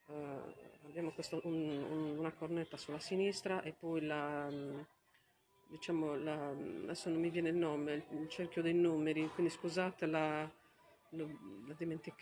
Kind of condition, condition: setting, busy venue